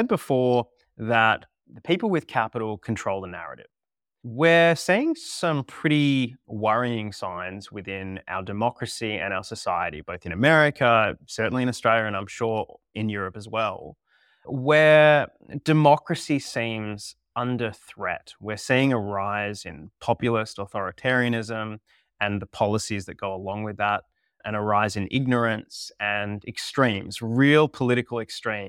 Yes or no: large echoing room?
no